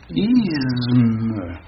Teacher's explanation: Me étant une sonore, c'est-à-dire comportant des vibrations glottales, par assimilation, le se qui précède a une tendance, qu'on le veuille ou non, à devenir sonore lui-même.